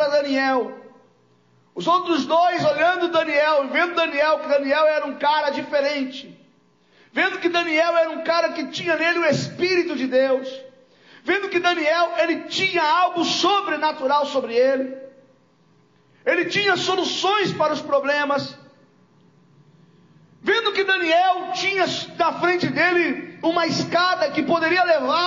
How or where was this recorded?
large echoing room